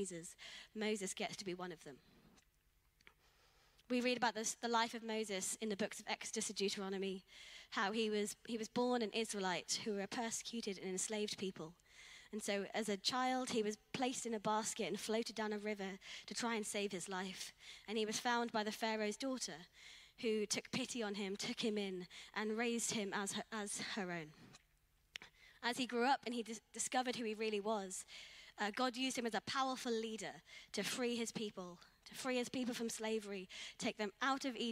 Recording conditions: large echoing room